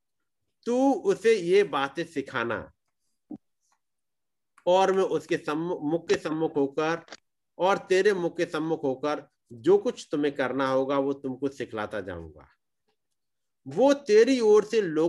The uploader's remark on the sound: Arunachal Pradesh. Zoom Meeting.